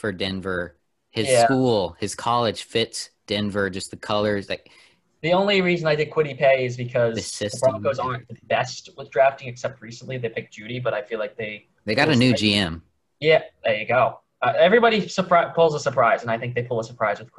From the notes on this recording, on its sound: We also now record on zoom.